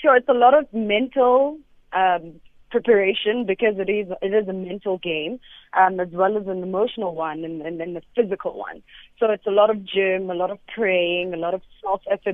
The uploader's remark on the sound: PHONE INTERVIEW.